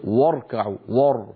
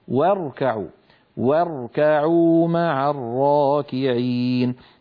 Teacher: فبدلا من أن نقول واركعوا، الواو مرققة والراء مفخمة · Shown in: second take · فإن الفم أسهل عليه فينطقهما كلاهما مفخمين.